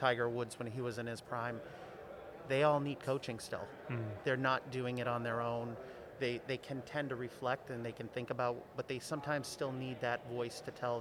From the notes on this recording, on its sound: Recorded LIVE from the GBMP Northeast Lean Conference! Recorded LIVE from the GBMP Northeast Lean Conference!